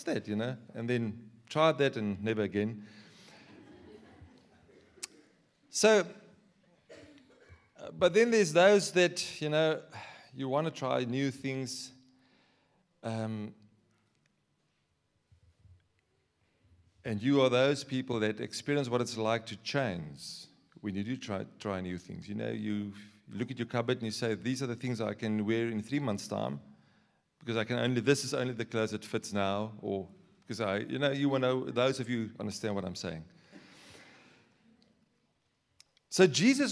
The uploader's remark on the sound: Sunday Sermon. At Joshua Generation Church Wellington AM congregation.